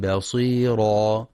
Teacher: ولترقيق الباء في كلمة بصيرا، فلا يقرأ بصيرا بتفخيم الباء